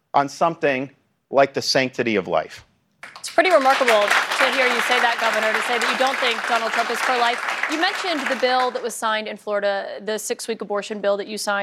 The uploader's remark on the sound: Republican Presidential Town Hall. From Des Moines, Iowa.